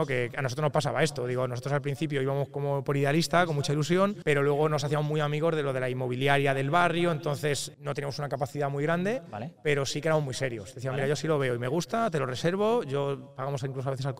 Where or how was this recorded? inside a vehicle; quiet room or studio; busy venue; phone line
busy venue